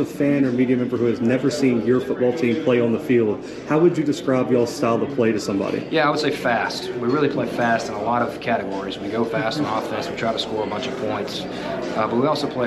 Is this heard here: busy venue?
yes